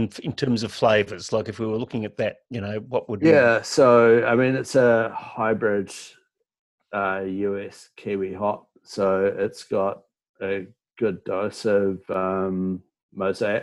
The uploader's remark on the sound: Joined us in the Virtual Meet the Brewers Zoom Room.